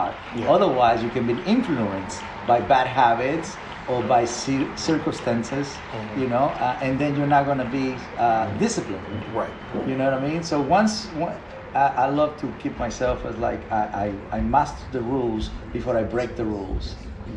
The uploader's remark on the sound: I sit down LIVE from VEECON